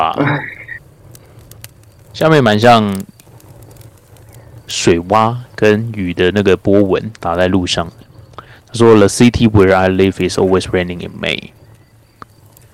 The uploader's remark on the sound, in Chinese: 由於本週森林中雷雨交加，故錄音魔法的術式稍有差池